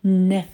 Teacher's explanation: И nephew, моя хорошая, nephew, через звук «э». Но на первый звук падает ударение, да?